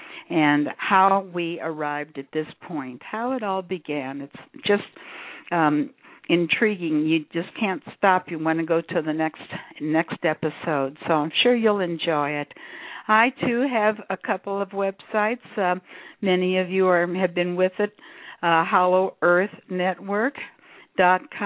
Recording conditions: phone line